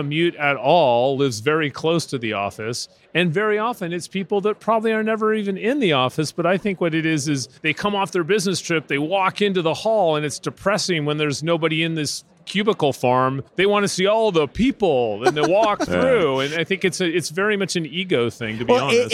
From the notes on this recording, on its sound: Live from UNLEASH America in Las Vegas